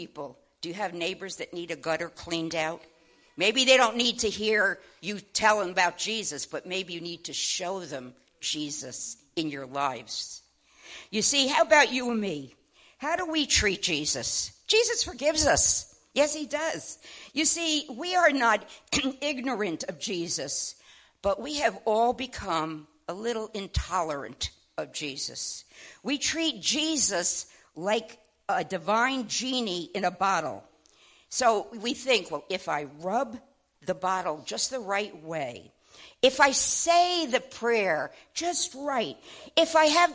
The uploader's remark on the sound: WELCOME TO OUR LIVE SERVICE. At Family Worship Center in Athens Tennessee.